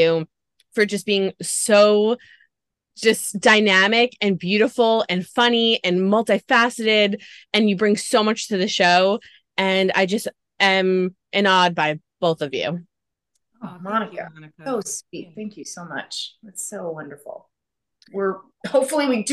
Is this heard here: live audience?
no